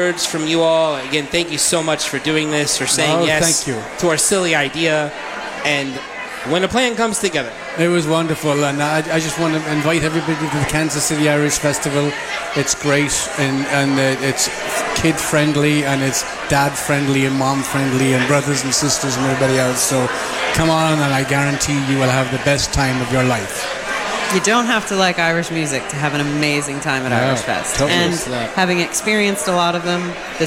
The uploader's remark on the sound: We are LIVE from The Beer Hall at Boulevard Brewery. We are LIVE from The Beer Hall at Boulevard Brewery.